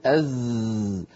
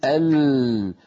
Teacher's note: كل هذه الحروف عندما ننطقها فهي مجهورة، يعني صوتها قوي واضح في السمع، الوتران الصوتيان فيها منضمان ويهتزان